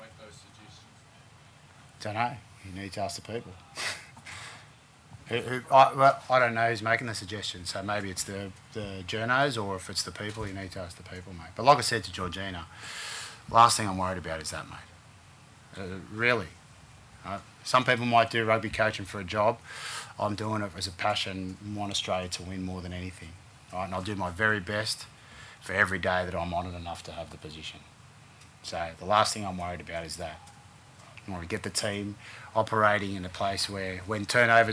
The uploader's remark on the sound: PRESS CONFERENCE: Wallabies following loss to All Blacks. Loss to the All Blacks at Eden Park.